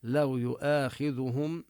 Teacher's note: لو هنا الواو حرف لين نظهرها نبينها، لو يؤاخذهم نمد الألف مدا طبيعيا ونظهر ضمة الهاء، لو